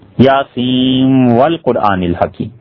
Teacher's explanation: یعنی وہ اسے پڑھیں گے تو یاسین نون بالکل واضح اور صاف نہیں پڑھتے، بلکہ اس نون کو واو کے ساتھ شامل کر دیتے ہیں · Term: ادغام